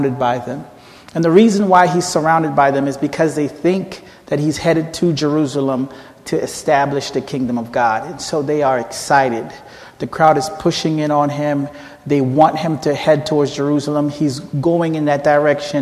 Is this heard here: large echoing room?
yes